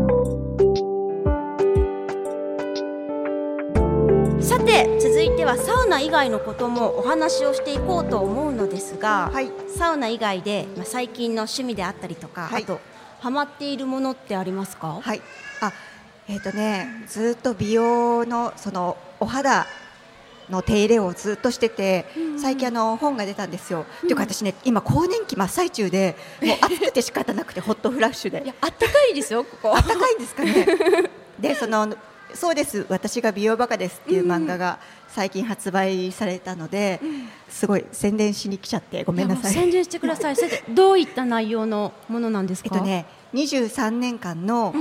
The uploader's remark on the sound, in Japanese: スパメッツァおおたか 竜泉寺の湯」にて行われた番組初の公開録音イベントの様子をお届け！